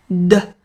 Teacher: 你的声带，需要有一个预振动的过程